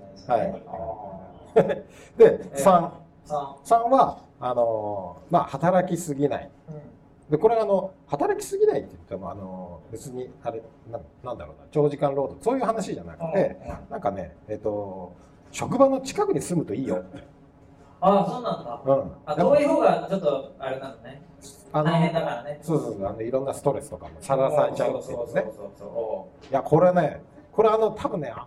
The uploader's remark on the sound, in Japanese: 公開収録SP。東京・新宿で開催された公開収録の様子をお届けします。2人くらいしか来ないだろうと思っていた会場ですが、お陰様で大賑わいでございました。